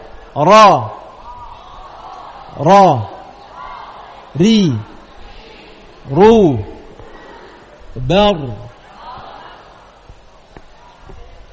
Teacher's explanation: Makhrajnya ra adalah ujung lidah dengan gusi gigi seri atas dekat dengan makhrajnya nun. · Term: makhrajnya ar-ra